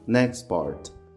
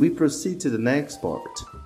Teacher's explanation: Eu não falo next part, tá? Eu junto esse T com o P do part